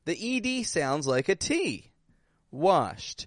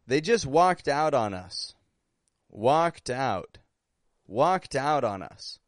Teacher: The ED sounds like a T. · Term: ED sounding like a T